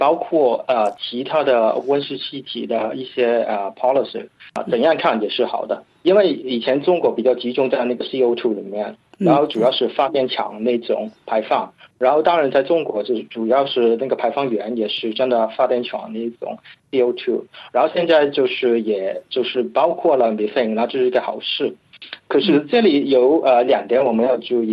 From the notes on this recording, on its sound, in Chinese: 法广电话连线了新西兰惠灵顿维多利亚大学中国气候政策研究专家。